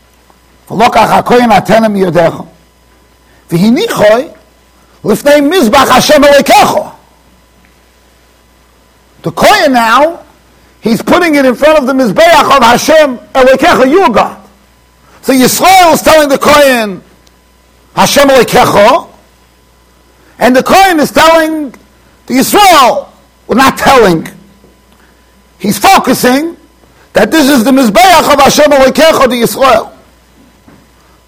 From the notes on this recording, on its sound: Shiur recorded in Yeshivas Ohr Reuven, Monsey NY.